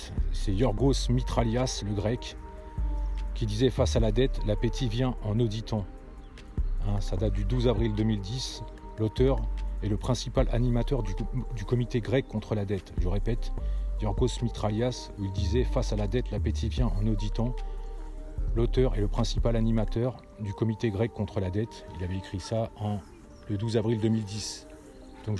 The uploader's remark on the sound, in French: Podcast enregistré en extérieur